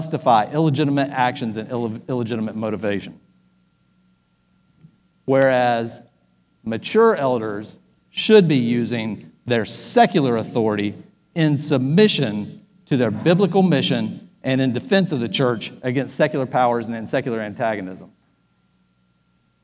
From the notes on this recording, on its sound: Spoke at our REFRESH conference in Nassau, Bahamas. This podcast is his teaching session from Day 02.